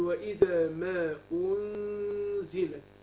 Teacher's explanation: يبقى احنا كنا بنتكلم طبعا في الاخفاء اللي هي واذا انزلت يبقى انا بخفي النون والاخفاء هنا مع الغنه حركتين يعني مقدار الغنه او زمن الغنه ايه حركتين